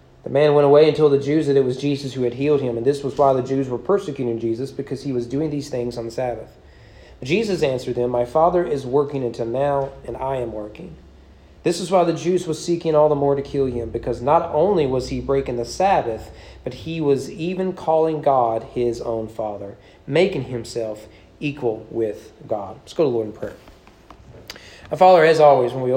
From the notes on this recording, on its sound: Sermon preached on January 31, 2022 during evening worship at East Frankfort Baptist Church.